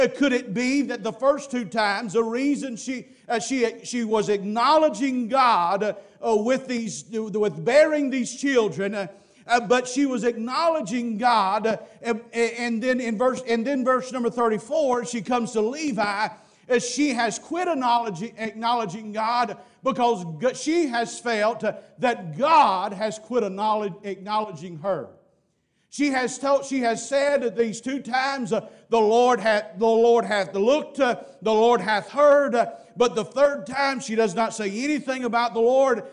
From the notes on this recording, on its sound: Preached at Parkview Baptist, Waco Tx.